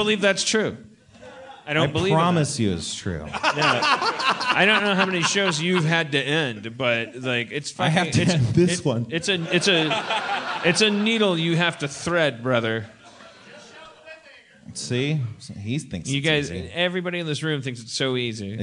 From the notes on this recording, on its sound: Live podcast in Seattle to a powerful crowd. LIVE from Seattle 2014.